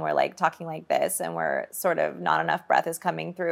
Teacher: So vocal fry is when we're like talking like this and we're sort of not enough breath is coming through. And so you can hear that rattle in the back of my throat